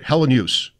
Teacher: Kind of like no particular emphasis on any syllable, and I would say that it's three syllables.